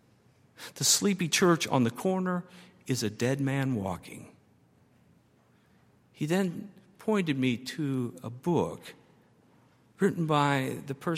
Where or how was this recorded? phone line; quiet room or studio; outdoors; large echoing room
large echoing room